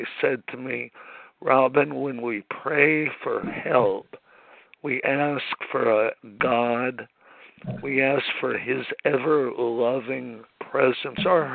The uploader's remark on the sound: 100 Pounders Phone Meeting